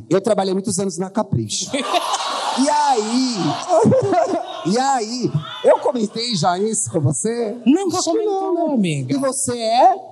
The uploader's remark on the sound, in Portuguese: Ao Vivo no Teatro